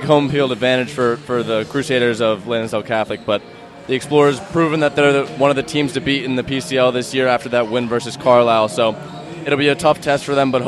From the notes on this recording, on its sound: live from Lansdale Catholic